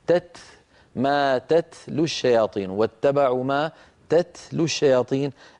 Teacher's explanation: لابد بعد التاء من جريان النفس الذي هو الهمس